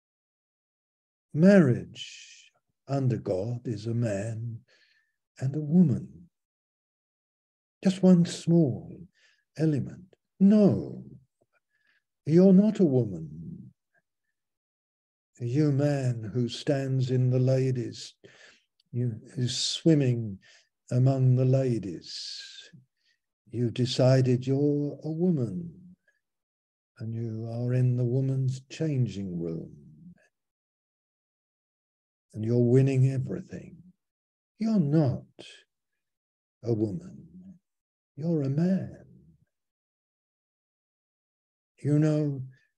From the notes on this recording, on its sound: Malaysia Meets (Zoom).